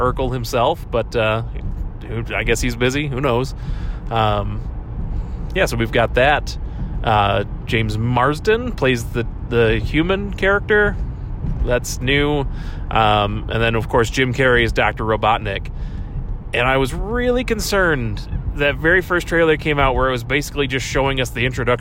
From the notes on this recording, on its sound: car so the audio isn’t top notch, but it isn’t too obnoxious to listen to.